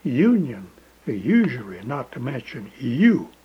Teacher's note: in many English words, we pronounce it as though it had a Y in front of it